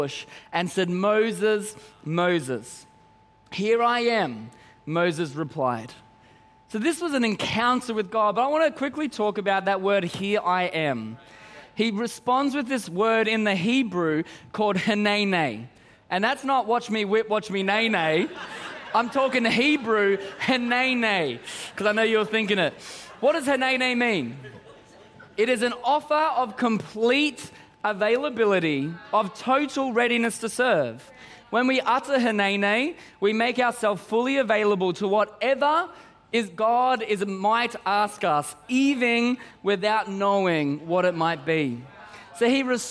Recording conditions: large echoing room